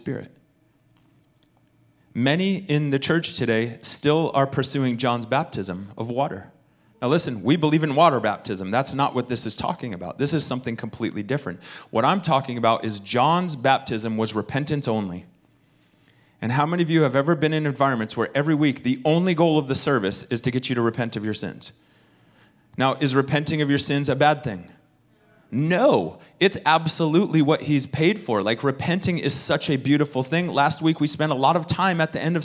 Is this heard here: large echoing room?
yes